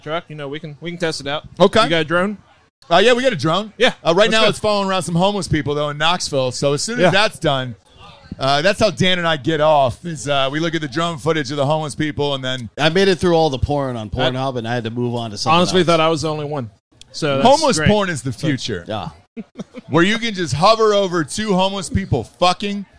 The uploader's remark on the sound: tailgate the Tennessee-Florida game with the Volunteer faithful outside Calhouns by The Vol Navy